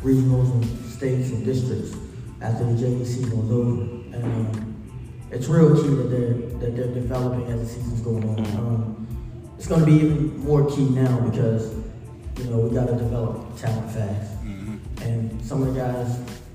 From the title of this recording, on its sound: Special Edition Live at Beulah Baptist Church in Lively, VA